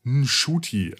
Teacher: Mit einem nicht ganz stummen N quasi am Anfang. Aber wenn man das Shuti ausspricht, ihr habt das N wahrscheinlich gerade nicht gehört, wenn man es deutlich, ist es Nshuti.